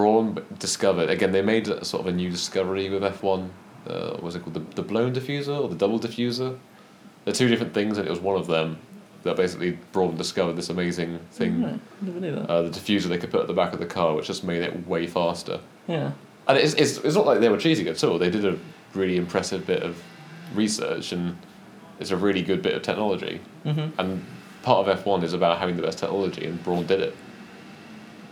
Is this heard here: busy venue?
yes